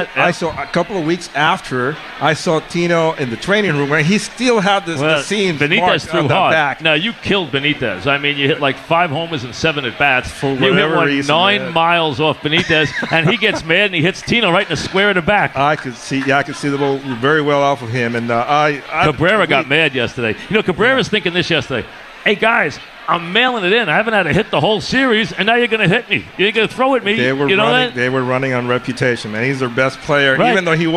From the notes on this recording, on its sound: live at Bar